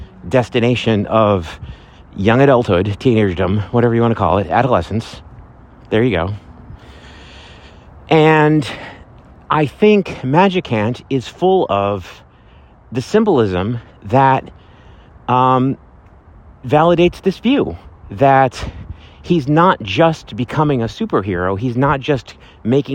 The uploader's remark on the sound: Live from Central Park!